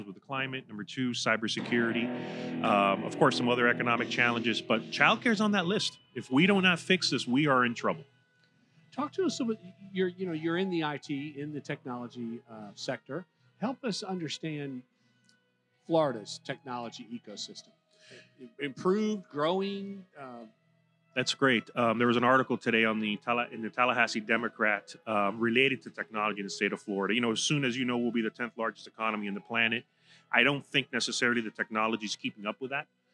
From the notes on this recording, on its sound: Recorded live at the 2023 Future of Florida Forum. Recorded live at the Florida Chamber's "Future of Florida Forum," from Hyatt Regency Grand Cypress Resort in Orlando near Florida’s Disney World.